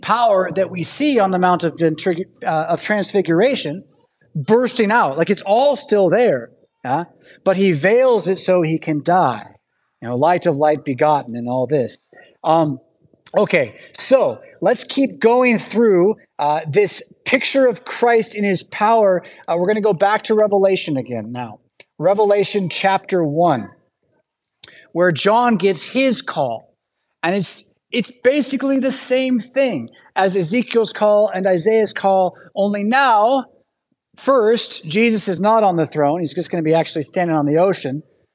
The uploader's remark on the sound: Preached at St Paul Lutheran Church , Rockford, Illinois on Sunday July 16th, 2023.